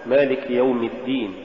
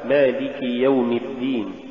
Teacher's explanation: عدم بيان الكسرة إذا جاء بعدها ياء · Shown in: first take